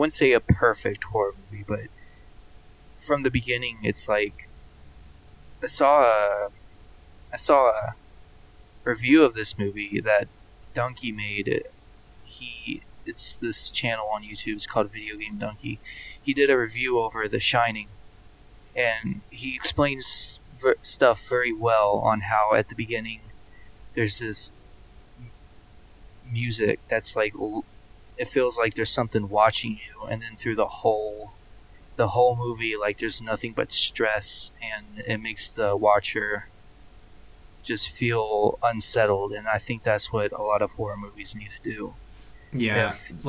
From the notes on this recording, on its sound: Sorry for the poor audio quality this episode.